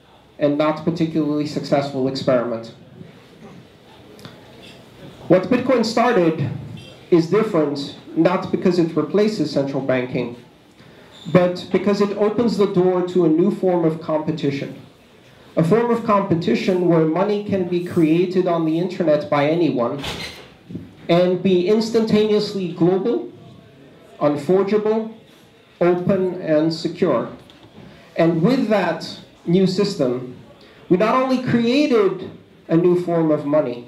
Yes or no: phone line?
no